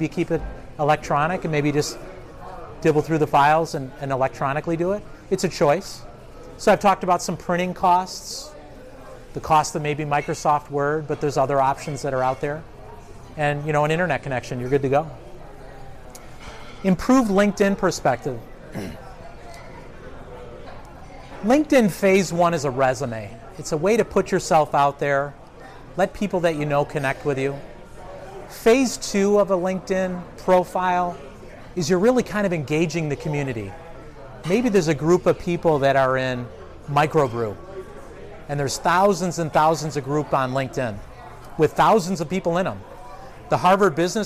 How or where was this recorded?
live audience